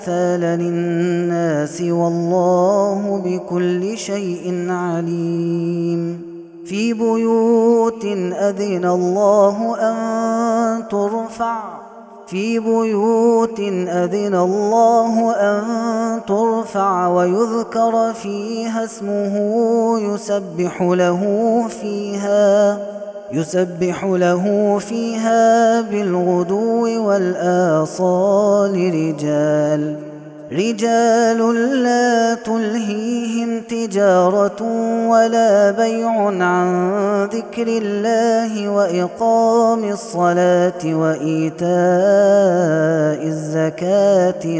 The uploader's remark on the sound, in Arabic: هذا التسجيل من صلاة التراويح